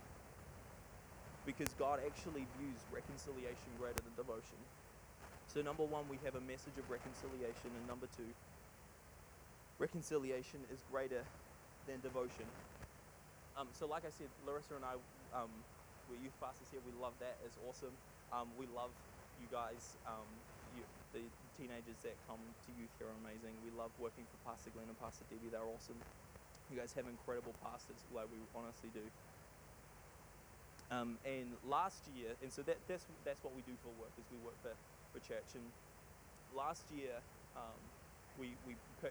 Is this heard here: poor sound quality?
yes